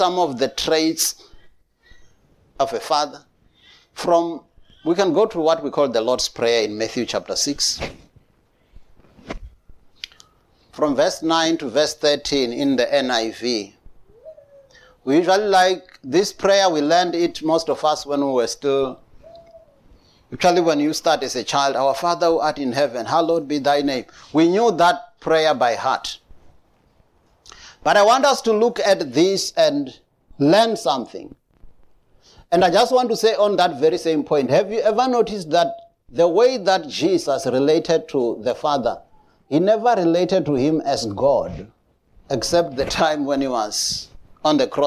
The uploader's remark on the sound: preached at Jesus the Saviour Church, 185 Bobs Way, Eersterivier, Cape Town on 19th June 2022